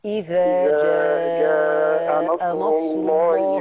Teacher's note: كلمه جاء هي دي اللي تمدها عشان عليها موجه · Term: المد